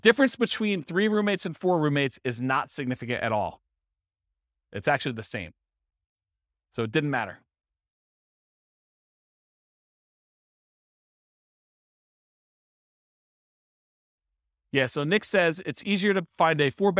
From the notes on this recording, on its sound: This was a live class recorded